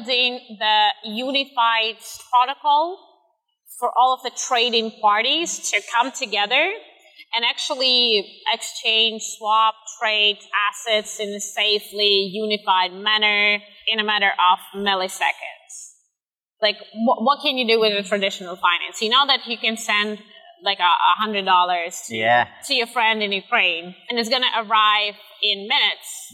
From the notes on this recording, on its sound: This episode was recorded outside at the Altice Arena in Lisbon during Web Summit.